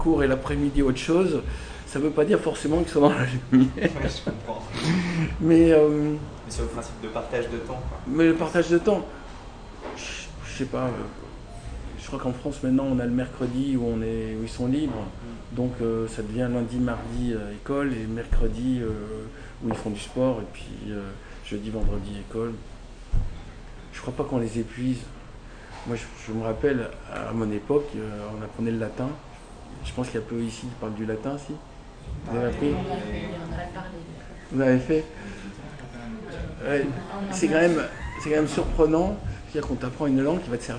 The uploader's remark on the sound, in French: C'est vraiment très brut : avec les bruits ambiants, les coupures et digressions.